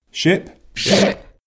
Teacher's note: The key difference is the lower position of the jaw and more central position of the tongue in I. The position of the mouth is always different.